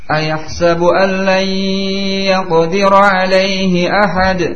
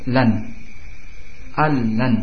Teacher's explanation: Huruf nun sakinah, demikian pula tanwin dan juga sifatnya gunnah hilang kedua-duanya, sehingga dinamakan sebagai idgham bi ghairi gunnah.